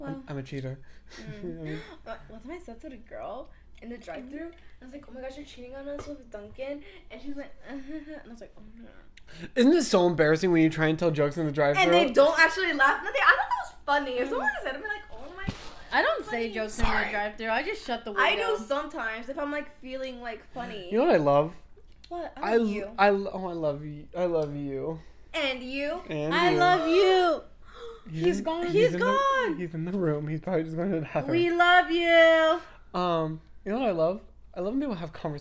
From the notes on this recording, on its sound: I would like to give an audio warning on this episode cause we get pretty loud